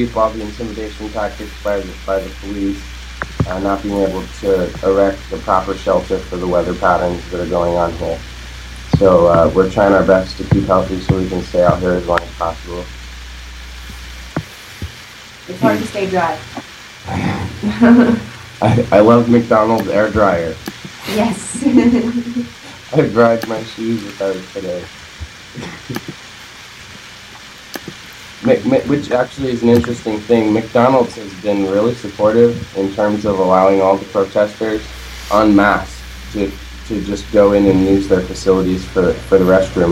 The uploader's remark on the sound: Live from Occupy Wall St. Zuccotti Park.